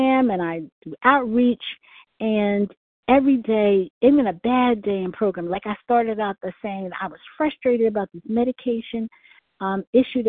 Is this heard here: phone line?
yes